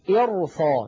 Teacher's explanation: نفخم الراء مع أن قبلها كسرة، لكن لاحظوا الذي بعدها صاد مفتوحة